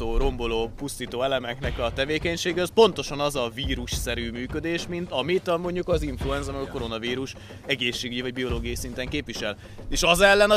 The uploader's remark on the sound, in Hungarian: Egy gyors beszélgetésre ültek össze a vármegyések. Sajnos a felvétel közben az eső eleredt, úgyhogy rövidre kellett zárni a témát.